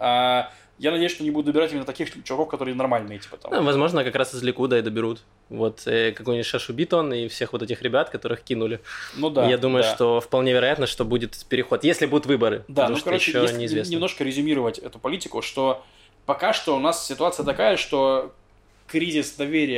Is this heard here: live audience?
no